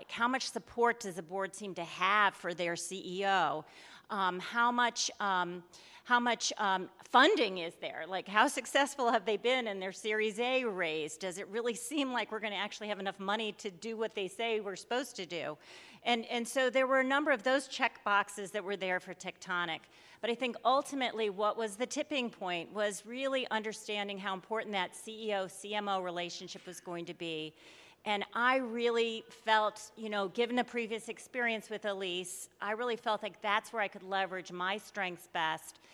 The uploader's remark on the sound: In this fireside chat recorded at CMO Summit 2022.